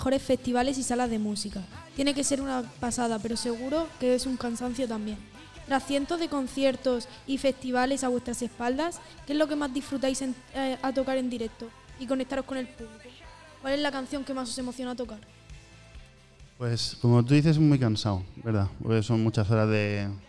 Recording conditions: live audience